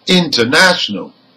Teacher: the primary stress is the third syllable from the end because it ends in A-L. Okay? But the secondary stress is on the prefix in.